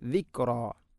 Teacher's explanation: ഇവിടെ കാഫിന് ഖൽഖല ചെയ്യരുത്, ദിക്റാ എന്നാണ് പറയേണ്ടത്